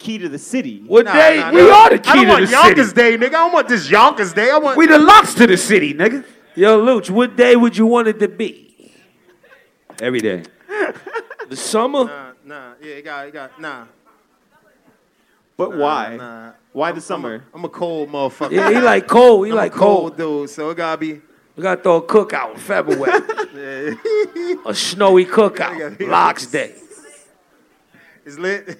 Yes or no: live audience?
yes